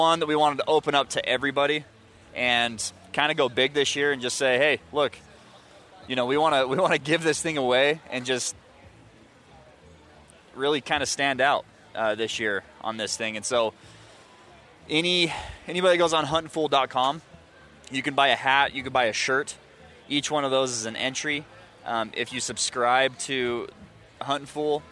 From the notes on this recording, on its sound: At the International Sportsman's Expo.